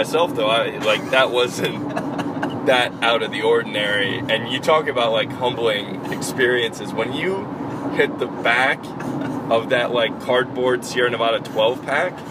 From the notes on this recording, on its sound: NOTE: FAIR AMOUNT OF ROAD NOISE AND GPS DISCUSSION.